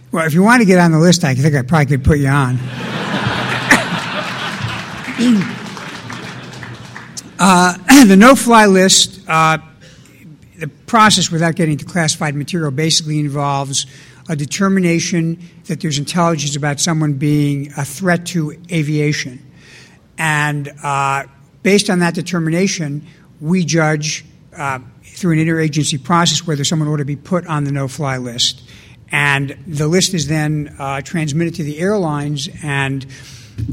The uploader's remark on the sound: delivered an address at the 2006 Annual National Lawyers Convention